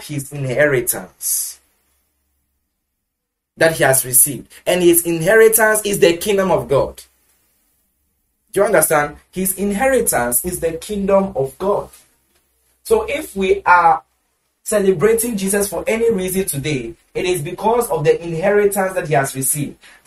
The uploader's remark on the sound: Preached at the The Joy To The World Christmas Service, Accra, Ghana.